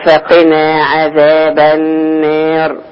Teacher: النار ما فيهاش تقليل ولا إمالة لحمزة